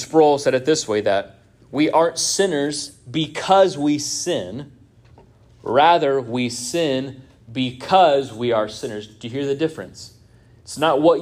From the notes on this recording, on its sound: This sermon was first preached at Union Baptist Church in Orrick, MO on 06-18-23.